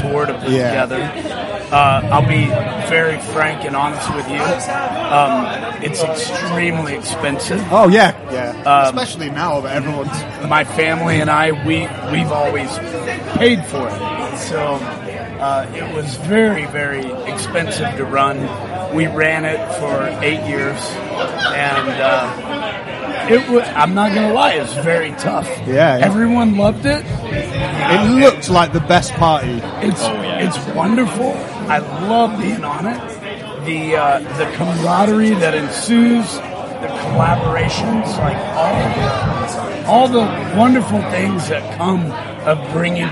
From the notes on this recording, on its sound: We’re back with another episode recorded at Slam Dunk 2022. Festival slots can be tricky as these conversations are often very restricted by time and guests are being ushered around a heaving press tent with music from at least 2 stages competing against each other as well as our voices.